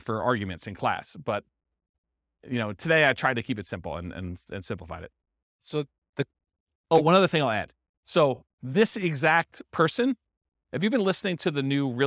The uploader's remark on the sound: This was a live class recorded